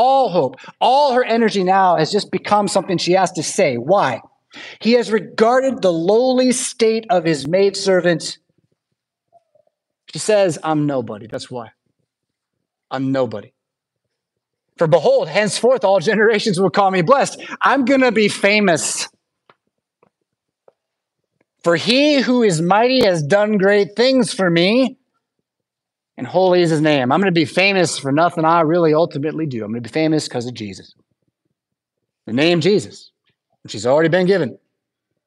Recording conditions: large echoing room